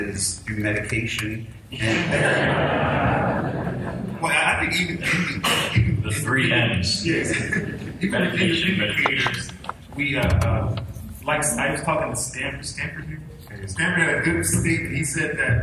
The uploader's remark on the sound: Here is another panel from this year’s San Diego Comic Con.